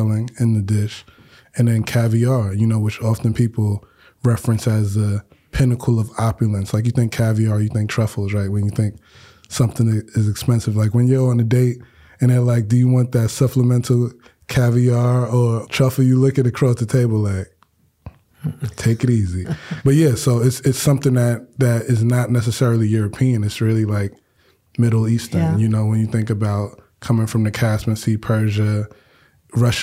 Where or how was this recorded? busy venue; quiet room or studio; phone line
quiet room or studio